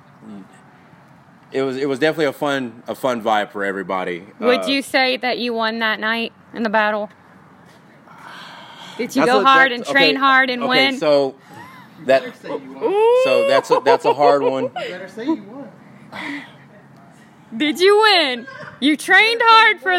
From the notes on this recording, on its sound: Live DJ battle Interview of weekend 1 Austin City Limits.